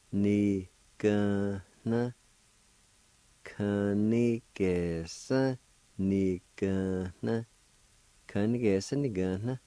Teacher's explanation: at the very end of the word, there's a faint H sound right before the N. Like this, ni gana, kanigesa, ni gana, kanigesa, ni gana.